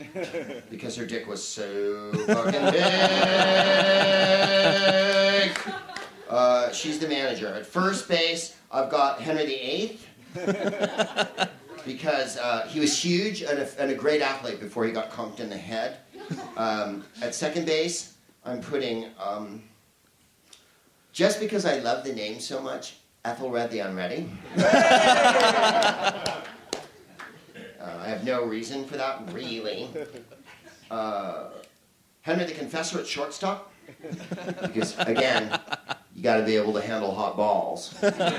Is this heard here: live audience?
yes